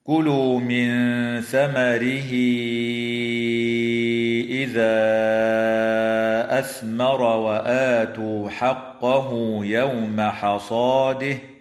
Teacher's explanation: وتوصل الهاء من كلمة ثمره حال الوصل بياء، وتمد هذه الياء بمقدار 4 أو 5 حركات وصلا · وتمد الألف في قوله تعالى: إذا أثمر بمقدار 4 أو 5 حركات من قبيل المد المنفصل